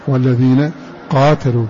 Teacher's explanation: فتح القاف وألف بعدها وفتح التاء